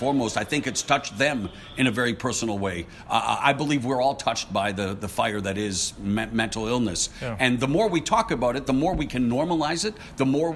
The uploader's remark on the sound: Live from the Barclays Center. Before Danny Garcia-Shawn Porter.